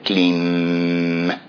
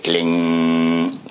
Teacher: If you were in South India, you would say Klim. If you were in North India, you say Kling.